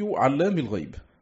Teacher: بالألف بعد اللام مع تشديد اللام وخفض الميم على وزن فعال، والباقون عالم الغيب بالألف بعد العين على وزن فاعل، ورفع الميم نافع وابن عامر وأبو جعفر ورويس وخفضها الباقون.